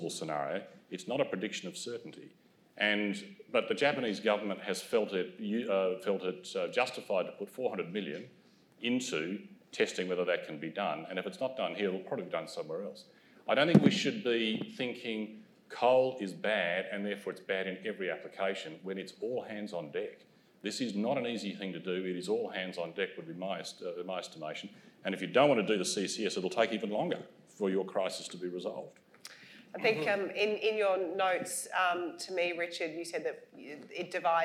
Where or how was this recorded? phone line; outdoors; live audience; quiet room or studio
live audience